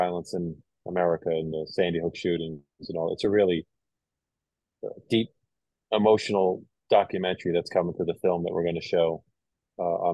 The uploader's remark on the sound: Recorded: January 29, 2024 (via Zoom)